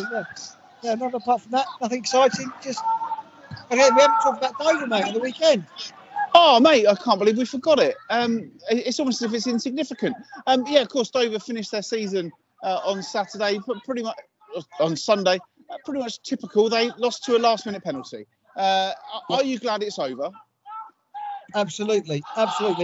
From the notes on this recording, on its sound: most of it is recorded with one of us on location at the Kent Senior Cup final!